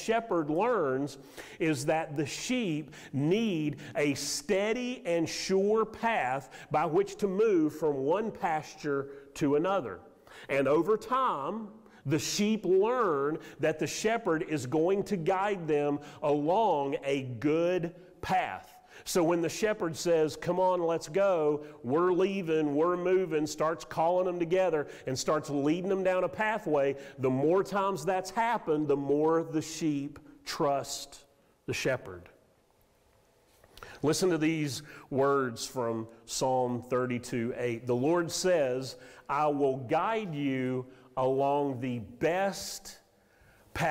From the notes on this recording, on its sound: Sermon audio from Mission Church in Locust, NC.